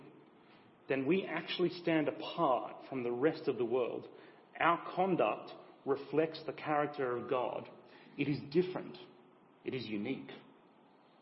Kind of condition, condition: setting, large echoing room